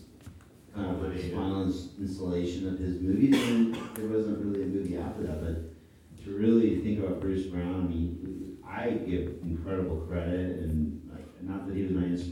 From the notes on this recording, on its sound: interview in front of a live audience